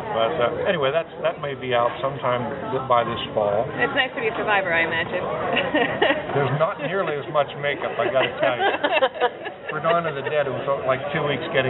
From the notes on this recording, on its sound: Were interviewed while attending Infect Scranton, a Zombie Convention.